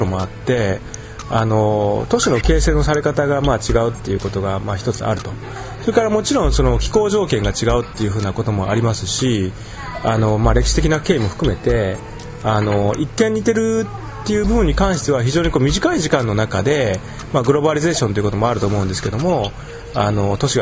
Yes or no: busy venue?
yes